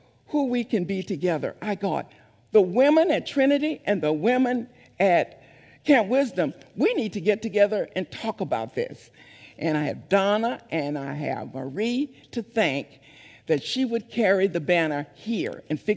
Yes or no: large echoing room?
yes